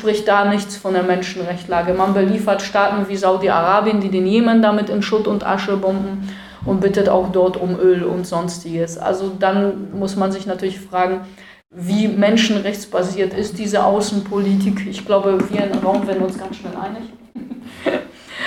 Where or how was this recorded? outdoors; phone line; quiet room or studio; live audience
live audience